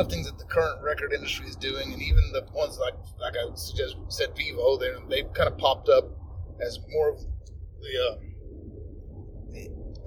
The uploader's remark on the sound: it was, in fact, recorded in the car